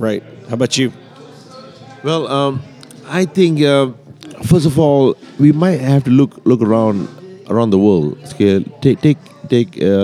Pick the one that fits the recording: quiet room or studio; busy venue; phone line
busy venue